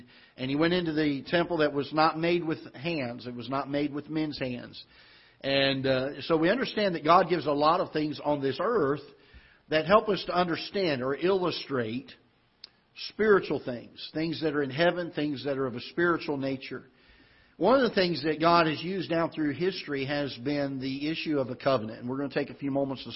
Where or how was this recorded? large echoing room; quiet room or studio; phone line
large echoing room